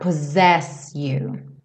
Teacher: A gente vê dois S's, mas tem um som de Z esse meio